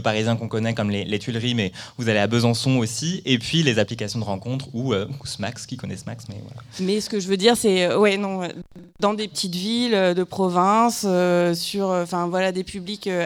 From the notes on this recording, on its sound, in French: Cette interview est extraite de notre émission spéciale à La Folie dans le cadre du festival Bizarre.